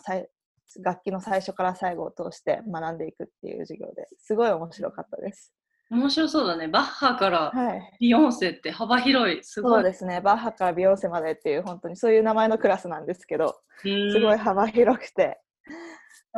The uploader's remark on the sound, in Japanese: 初めてリモート収録を行いました。